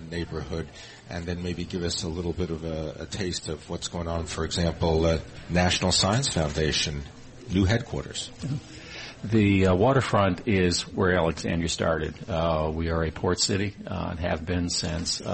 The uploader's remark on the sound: Broadcasting live from the Kimpton Morrison House Hotel in Alexandria, Virginia.